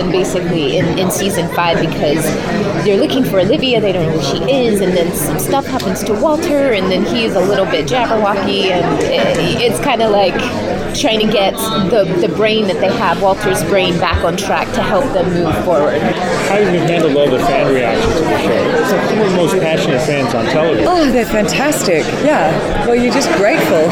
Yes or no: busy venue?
yes